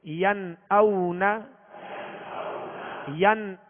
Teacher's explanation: نون ساکن کے بعد یہاں حروف حلقی میں سے ہے لہذا یہاں اظہار کریں گے غنہ نہیں کریں گے